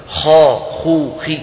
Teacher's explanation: كيفما قلبتها الخاء مفخمة كما سيأتي معنا